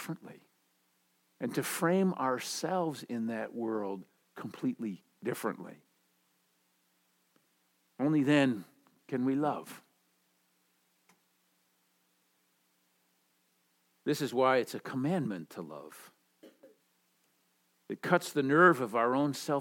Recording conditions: large echoing room